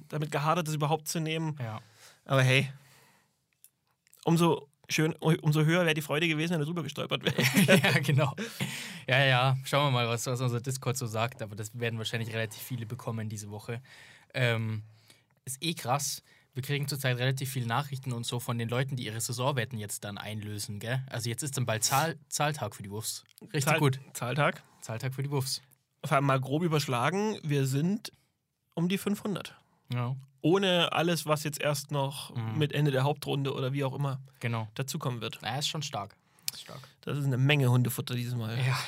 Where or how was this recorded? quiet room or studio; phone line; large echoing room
quiet room or studio